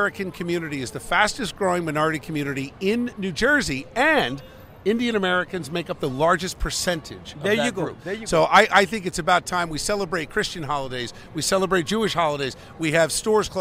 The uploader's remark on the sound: in the heart of New York City during the Diwali festival in Times Square